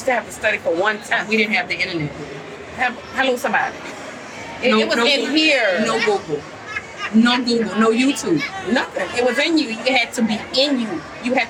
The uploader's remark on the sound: We recorded an impromptu podcast of the Med Spa Club at Essence Fest in their BeautyCon booth! We recorded an impromptu podcast of the Med Spa Club at Essence Fest in their BeautyCon booth!